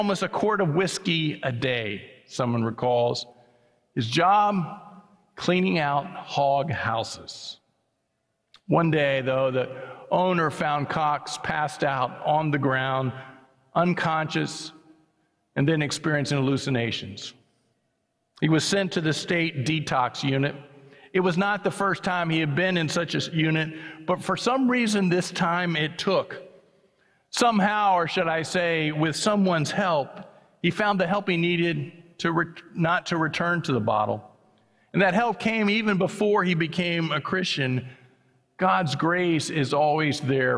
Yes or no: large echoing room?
yes